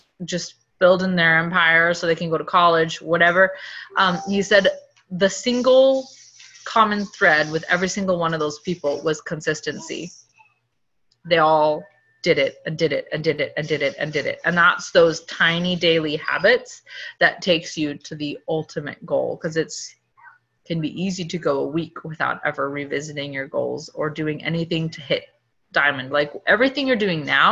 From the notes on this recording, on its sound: Team get-together on Zoom to kick off the new year.